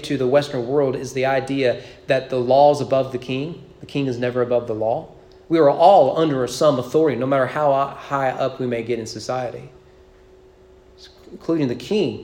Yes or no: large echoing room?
yes